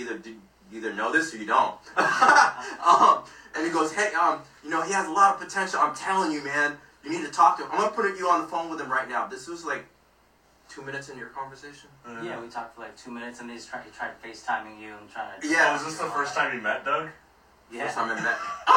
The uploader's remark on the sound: Unfortunately there was a technical issue with the video and it did not get recorded properly. This isn't a good audio capture.